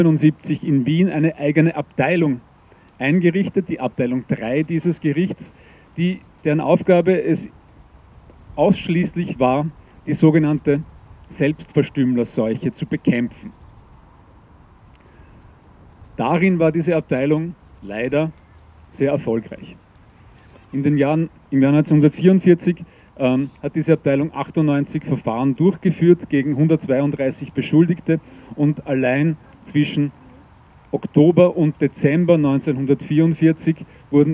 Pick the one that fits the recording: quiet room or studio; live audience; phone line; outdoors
outdoors